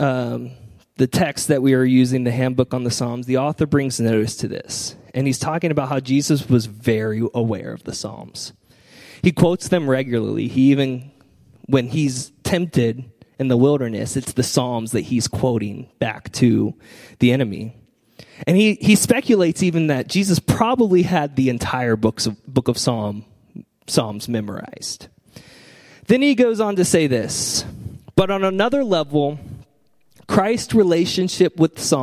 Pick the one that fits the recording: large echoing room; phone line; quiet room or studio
large echoing room